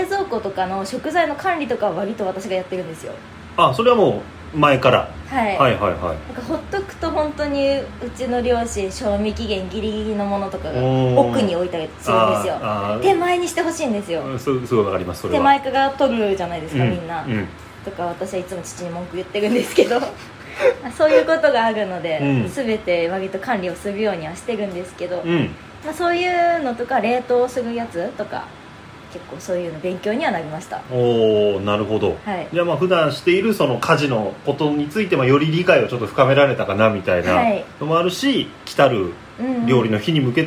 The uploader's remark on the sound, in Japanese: 録音の不備により、多少のノイズが混ざっております。